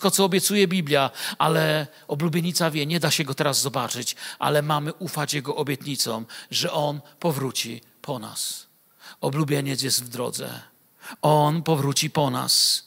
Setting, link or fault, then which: setting, large echoing room